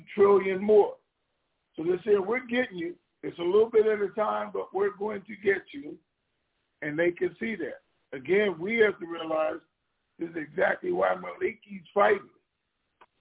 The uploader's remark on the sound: TNTSuperfantastic Conference Call.